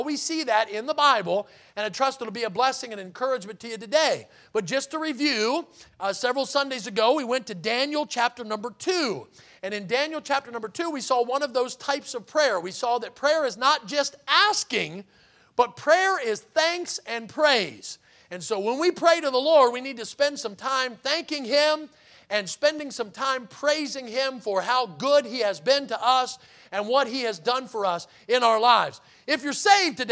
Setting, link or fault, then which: setting, large echoing room